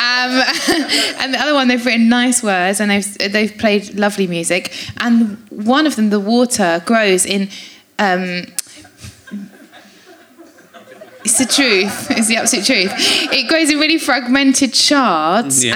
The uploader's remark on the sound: Chats to his audience, with faces old and new, including a mum and daughter that lead him to some dark thoughts and a laughing financial advisor.